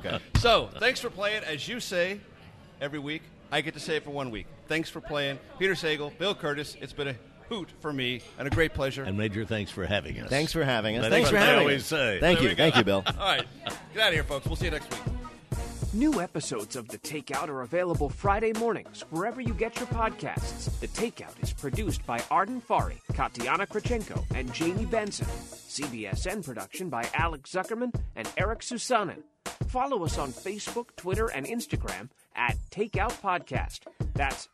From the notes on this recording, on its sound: Recorded at Founding Farmers in Tysons Corner.